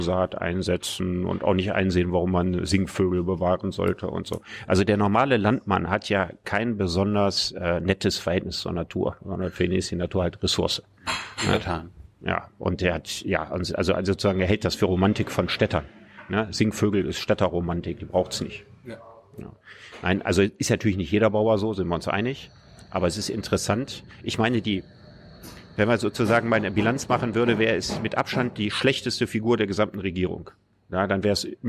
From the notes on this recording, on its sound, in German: Juli in der Berliner Buchhandlung "Ocelot" aufgezeichnet.